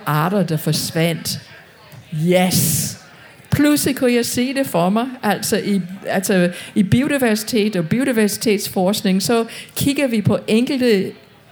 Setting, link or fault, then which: setting, live audience